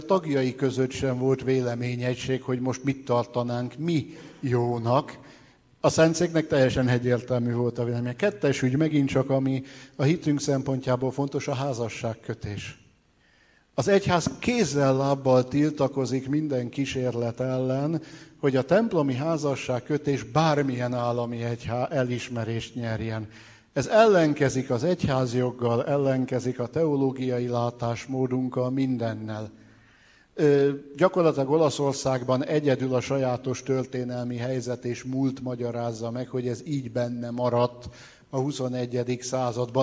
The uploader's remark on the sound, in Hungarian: Az Eötvös Csoport és a Társadalmi Reflexió Intézet 2018. Szeptember 12-i "Politika és katolicizmus" című rendezvényének felvétele.